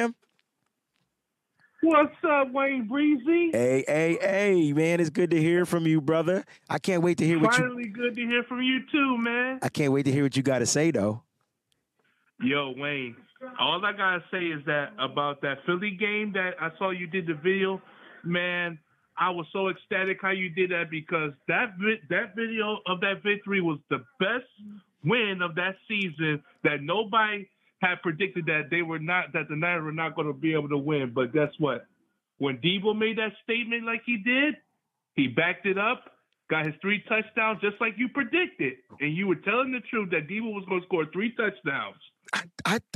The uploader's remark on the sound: Call In Show.